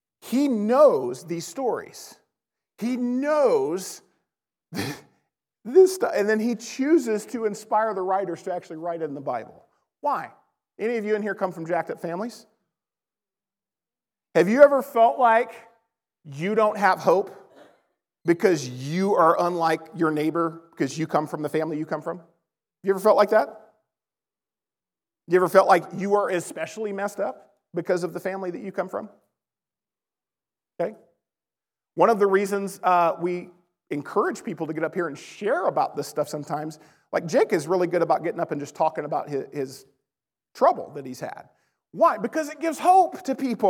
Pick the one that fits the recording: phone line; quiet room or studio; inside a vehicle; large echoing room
large echoing room